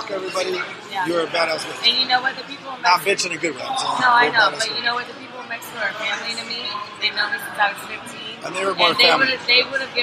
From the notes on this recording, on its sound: Live at the Old Crow in Hunting Beach